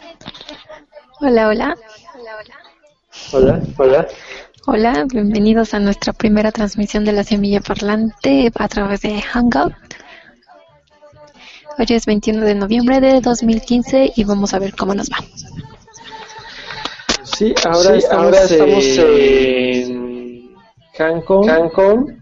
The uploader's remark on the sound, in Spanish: Nueva forma de trasmisión en vivo desde Hangout y en vivo en Youtube